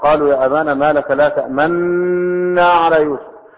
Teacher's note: بالإدغام المحض، يعني الخالص بلا إشمام